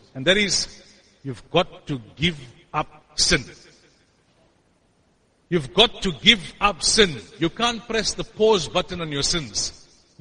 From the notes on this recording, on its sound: Jumuah lecture at Masjidus Siddique